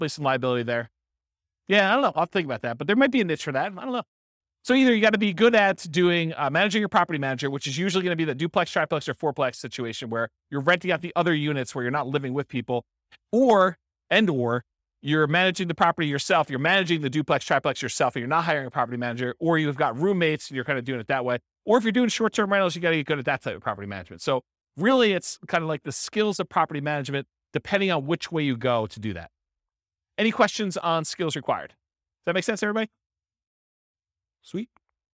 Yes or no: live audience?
yes